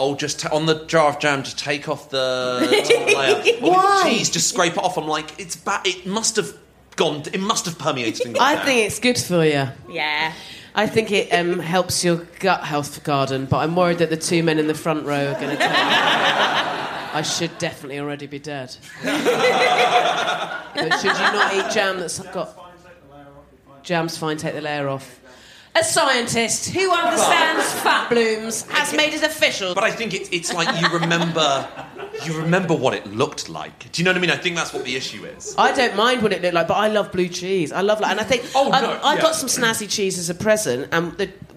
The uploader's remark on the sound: We recorded this episode live from the LEICESTER COMEDY FESTIVAL